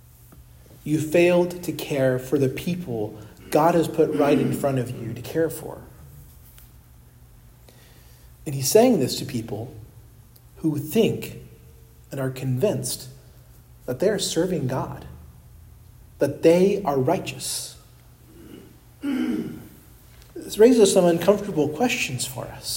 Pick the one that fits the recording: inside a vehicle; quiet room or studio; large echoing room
large echoing room